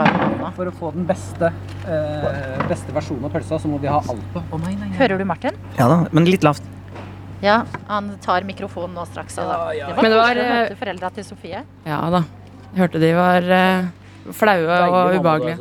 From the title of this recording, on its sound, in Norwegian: live fra IKEA